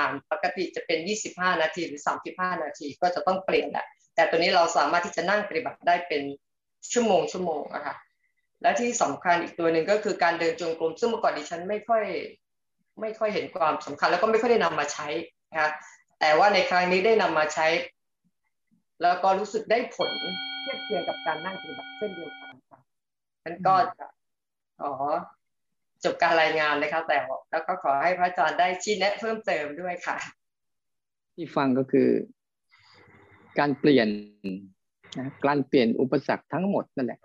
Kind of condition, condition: link, video call